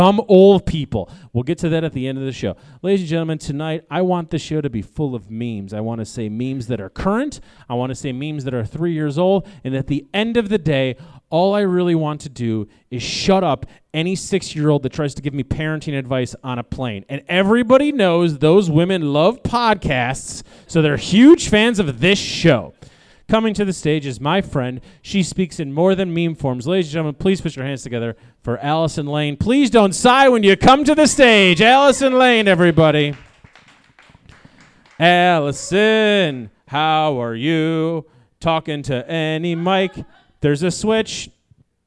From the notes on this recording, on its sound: Live at The Wonderland Ballroom. Washington, D.C.